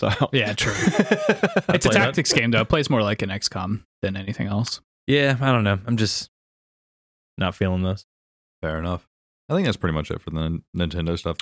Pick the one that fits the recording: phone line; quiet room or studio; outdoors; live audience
quiet room or studio